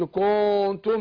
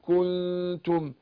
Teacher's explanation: كنتم نون ساكنة وبعدها التاء، برقق الغنة هنا · Shown in: second take · ما اقولش كنتم، لا اقول كنتم. · Term: نرقق الغنة